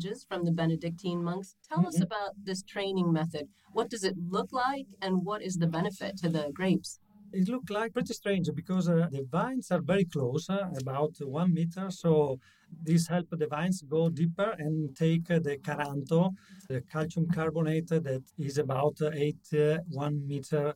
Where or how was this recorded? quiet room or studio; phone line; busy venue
busy venue